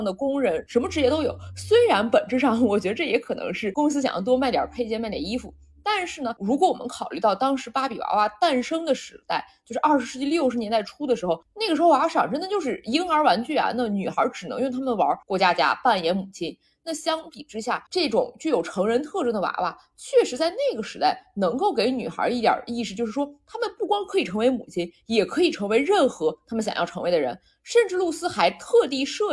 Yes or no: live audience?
no